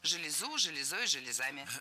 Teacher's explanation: В этом слове тоже ударение всегда падает на окончание. Исключение – именительный падеж множественного числа – железы. · Term: ударяем окончание